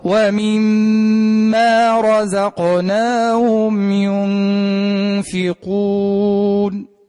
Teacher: أعيد الأخير، ومما رزقناهم، فخم الراء